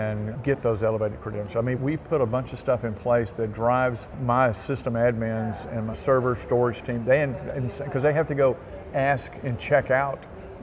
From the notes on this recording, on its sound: Interview in Action live from CHIME